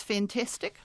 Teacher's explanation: Our front vowels are rising, and so the a is turning into e